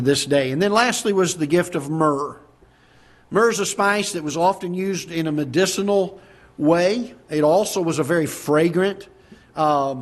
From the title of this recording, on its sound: Ketha Heights Baptist Church ~ Live Broadcast